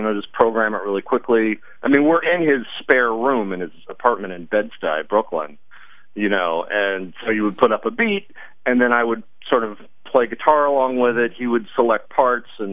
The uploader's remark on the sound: Phone interview.